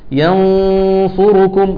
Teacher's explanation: أنا قربت من مخرج الصاد وقربت من غنة الصاد اللي هي مفخمة